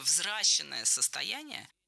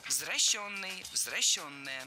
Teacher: Заменяем «е» на «ё» во втором слоге и переносим ударение на нее. · Shown in: second take